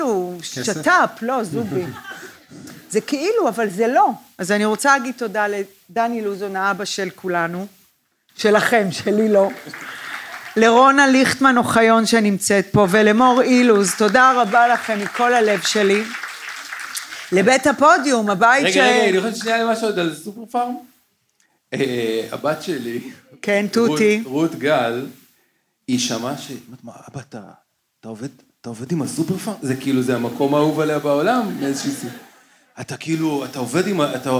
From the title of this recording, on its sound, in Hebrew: לייב בצוותא